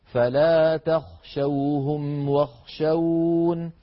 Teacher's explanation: إذن هنا واخشون أصلها واخشوني، ووقفنا عليها بالنون الساكنة على عادة العرب واتباعا للرسم